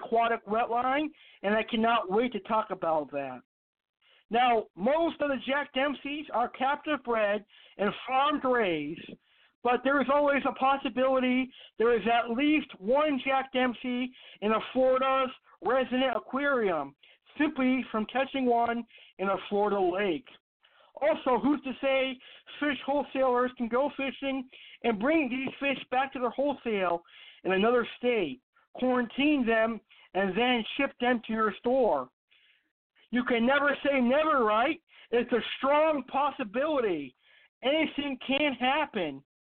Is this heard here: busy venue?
no